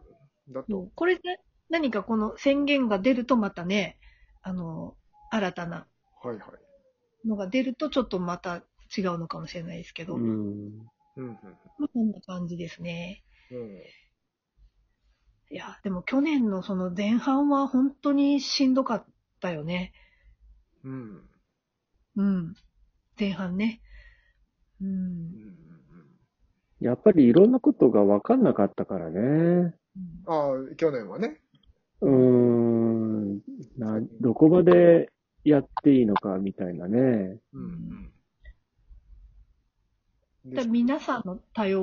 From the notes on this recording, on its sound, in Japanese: 名古屋からお送りするほんぽっど。まだradiotalk収録に慣れてないので多少、音声が乱れてます。